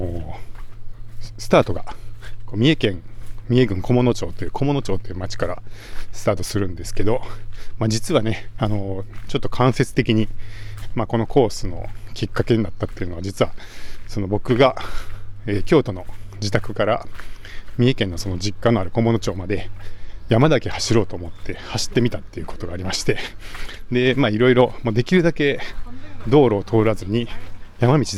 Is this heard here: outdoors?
yes